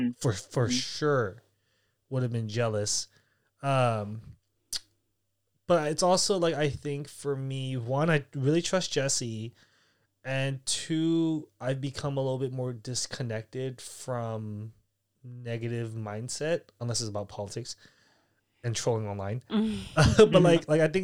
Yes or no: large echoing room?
no